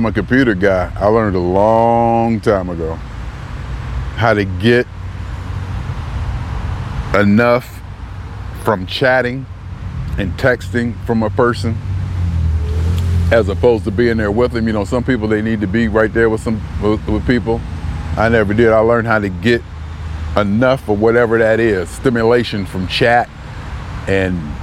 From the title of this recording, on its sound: Me Walking Talking June 25, 2021: Being Alone With Me In New Haven, CT